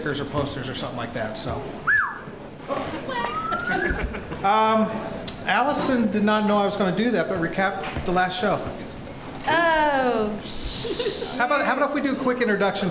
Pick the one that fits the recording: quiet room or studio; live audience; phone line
live audience